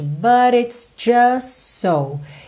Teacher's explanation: Esse just so você acaba juntando pelos s's, então o T do just não aparece, tá? Para ele não quebrar a fluidez aí da, da ligação mesmo das palavras.